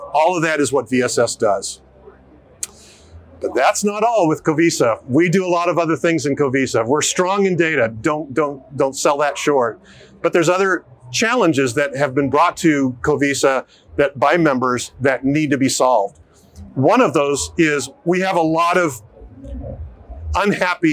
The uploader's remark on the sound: Filmed live at CES2024